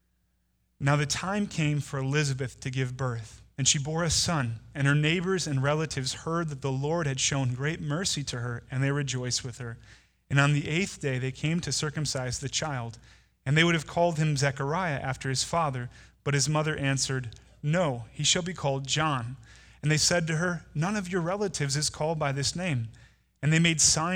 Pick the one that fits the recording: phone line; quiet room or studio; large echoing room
large echoing room